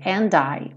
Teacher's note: o and, ele mantém o som do D.